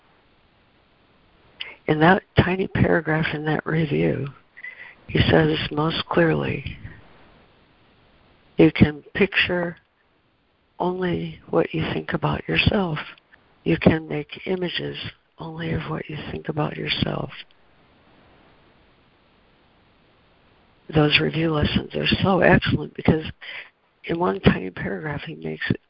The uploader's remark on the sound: ACIM Daily Conference Call